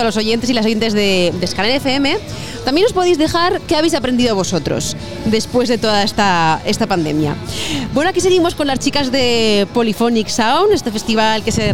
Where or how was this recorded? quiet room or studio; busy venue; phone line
busy venue